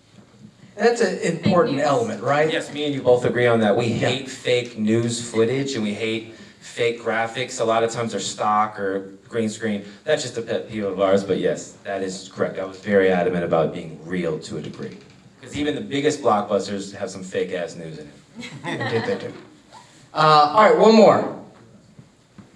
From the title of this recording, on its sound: Live from the Unnamed Footage Festival